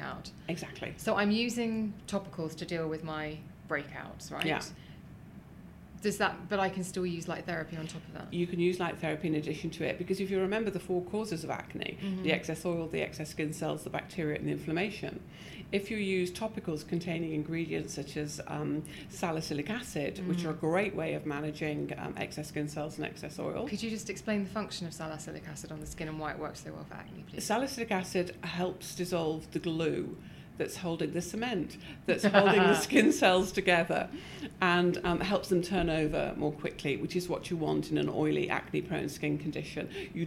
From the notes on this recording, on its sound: Was recorded LIVE at the British Association of Dermatologists Conference in Edinburgh.